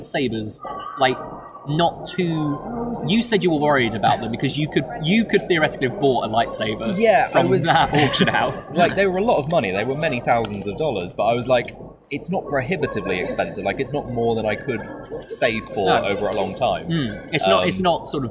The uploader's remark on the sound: Star Wars Celebration live reaction special! Live and in person from the floor of Star Wars Celebration 2023!